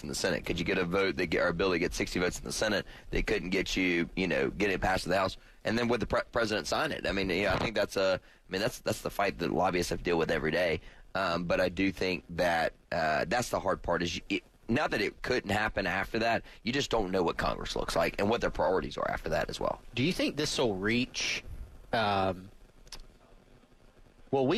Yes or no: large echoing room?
no